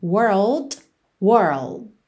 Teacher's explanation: e fecha com o D, que pode aparecer ou não